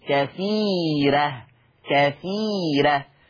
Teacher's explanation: مسبوقة الراء ما تبقى مفتوحة قبلها ياء مد، يبقى حكم الراء الترقيق